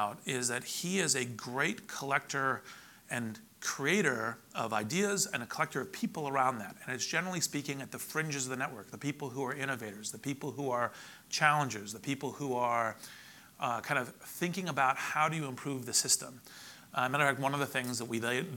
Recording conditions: busy venue